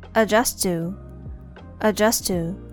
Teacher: And the next one adjust to. There's a linking sound between adjust and to. The T in adjust is nearly silent, so it sounds like this adjust to, adjust to.